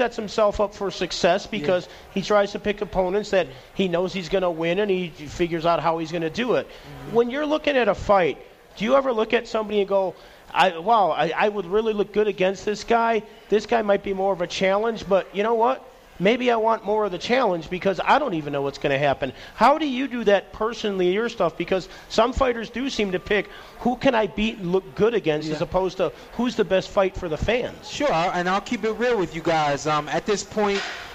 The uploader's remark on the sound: Live at the Cosmopolitan of the Las Vegas